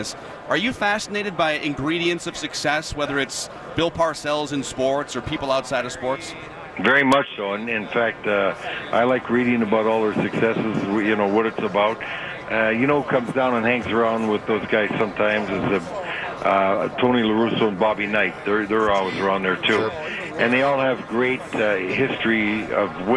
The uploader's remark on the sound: live from Radio Row all week